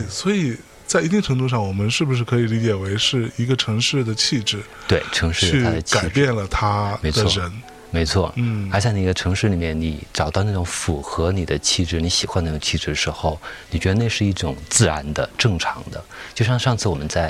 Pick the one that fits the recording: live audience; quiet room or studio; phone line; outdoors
outdoors